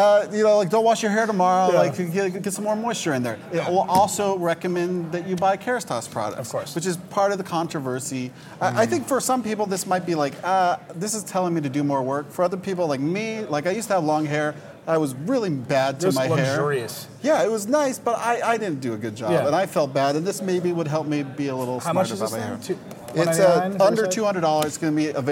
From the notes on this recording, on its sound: This year, we hosted The Vergecast Live at CES 2017 as a Twitter Live video show.